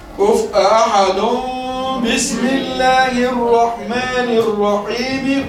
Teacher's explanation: في اقلاب تنوين وبعد منه باء